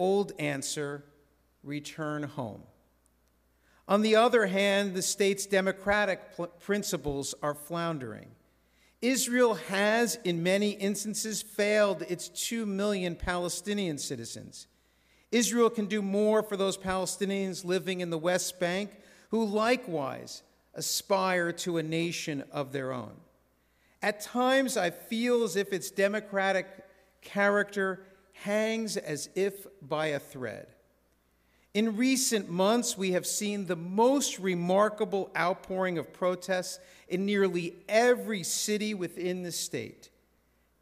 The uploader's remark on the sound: This sermon was recorded in a synagogue's sanctuary at Shabbat Services on Friday evening, April 28, 2023.